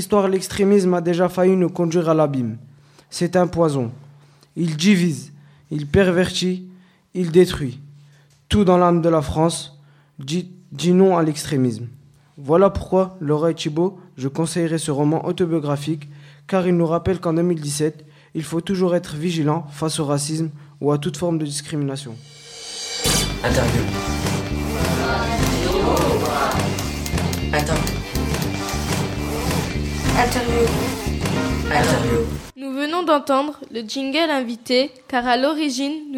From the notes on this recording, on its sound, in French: en direct de la maison des associations de Tourcoing